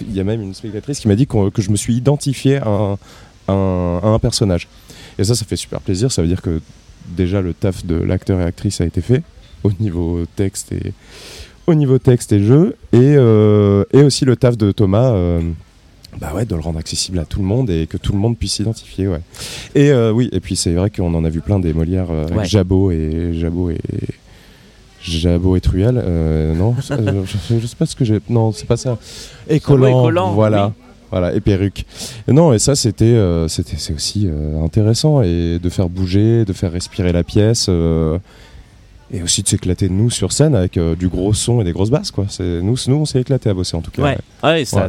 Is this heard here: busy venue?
yes